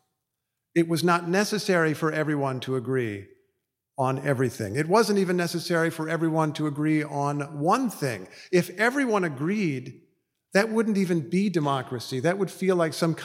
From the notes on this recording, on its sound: Speaking at the Westminster Town Hall Forum. This program was recorded in front a live audience at Westminster Presbyterian Church in downtown Minneapolis on October 7, 2023.